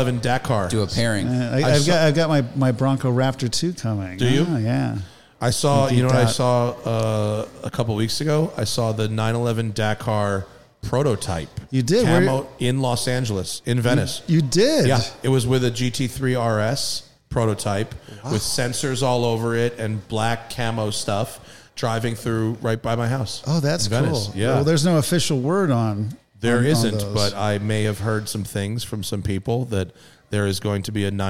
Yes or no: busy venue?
yes